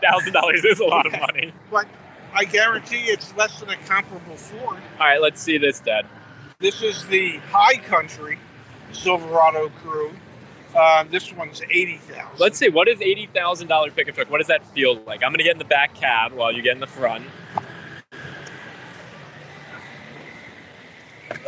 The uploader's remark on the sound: LIVE FROM DETROIT AUTO SHOW